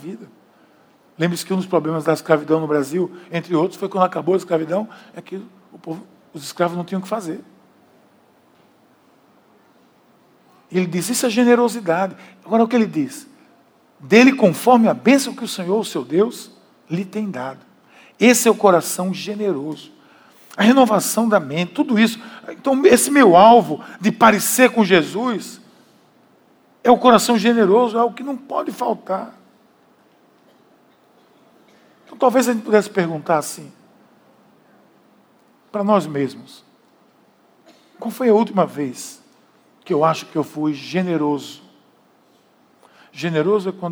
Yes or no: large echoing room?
yes